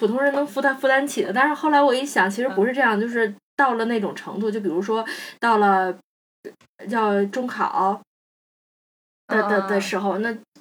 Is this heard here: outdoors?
no